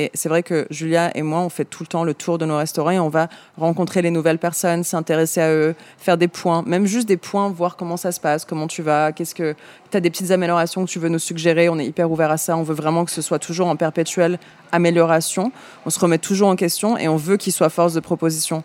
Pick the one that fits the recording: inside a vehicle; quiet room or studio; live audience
live audience